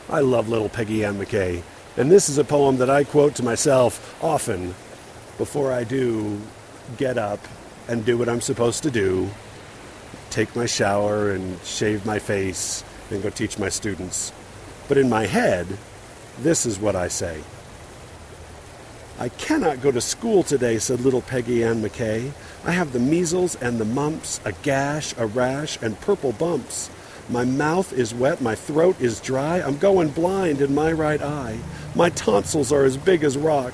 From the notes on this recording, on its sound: Recorded during a pause while fishing on the lower Provo River, just a couple of miles up the canyon from my house.